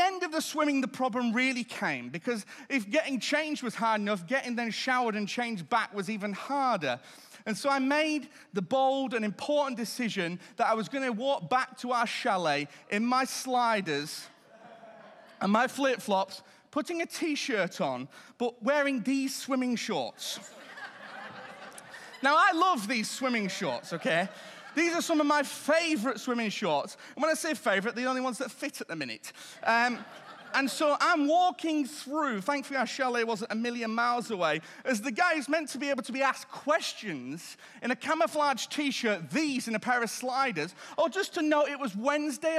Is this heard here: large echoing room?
yes